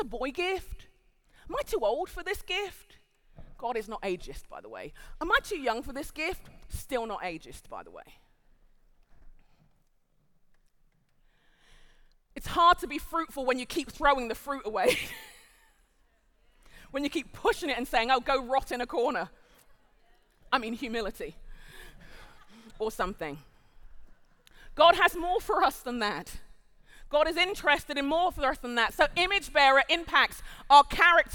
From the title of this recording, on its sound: Live at The Orchard Conference 2023